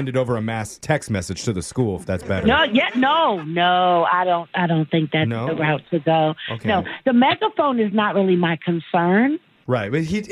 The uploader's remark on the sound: Phone Tap